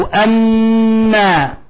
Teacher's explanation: لاحظ إطباق الشفتين، لاحظ الغنة من الخيشوم